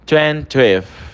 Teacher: O THzinho ali que tem esse som de um F deslizando